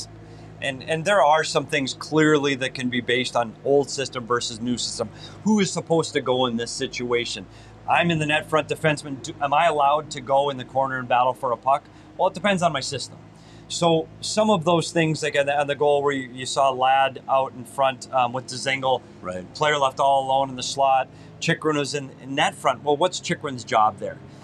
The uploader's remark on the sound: broke it all down after the game live from Gila River Arena